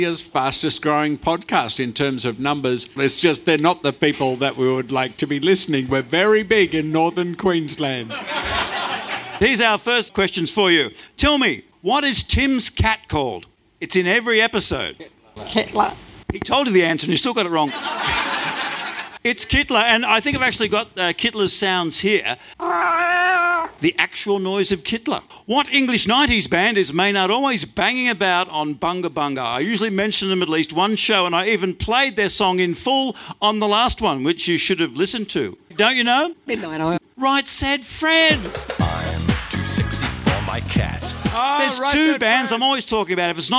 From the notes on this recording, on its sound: Act 2 of The Festival of Dumb Ideas. On stage at The Harold Park Hotel, on 14th November.